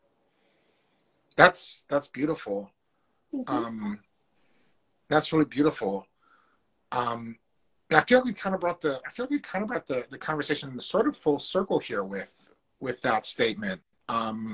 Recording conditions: video call